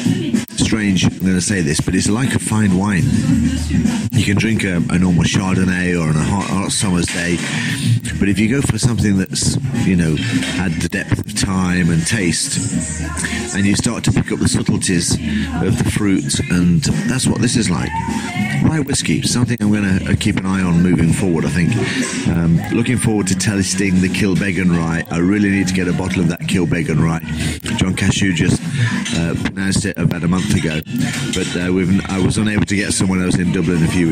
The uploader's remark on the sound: Live from the "Bankers bar". Recording live from a variety of Bars. From the 'Collage Art and Cocktail social club'. From a Bar full of safes and lock boxes...